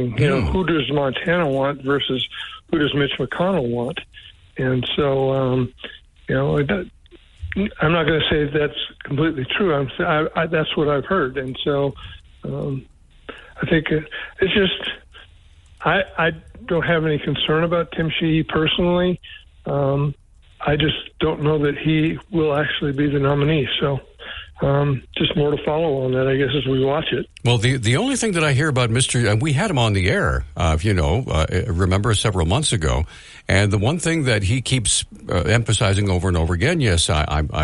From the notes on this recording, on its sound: Mansfield Center. We had open phones during the first hour.